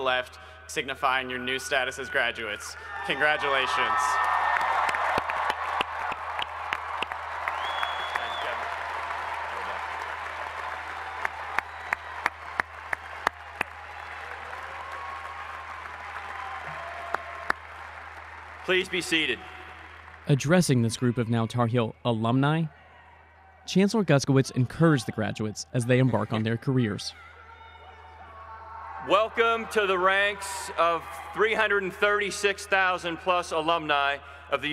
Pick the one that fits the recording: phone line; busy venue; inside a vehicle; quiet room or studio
busy venue